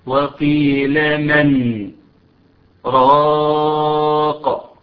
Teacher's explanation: انا وقفت على النون بتاعت من ولكني لم اخذ نفسي · حفص هنا يقف وقفه لطيفه بدون اخذ نفس، بدون تنفس · Term: السكت